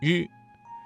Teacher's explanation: 舌尖卷起，接近硬腭前部，但不完全阻塞气流，形成一种轻微的颤音